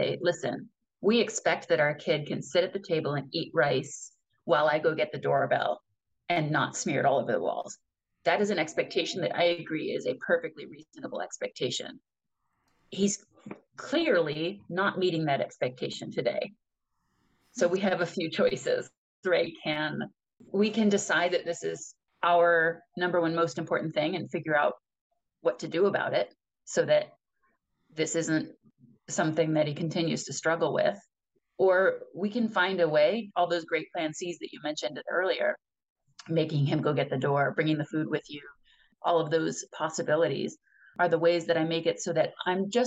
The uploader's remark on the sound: Group Coaching Call. Hop into a Zoom room.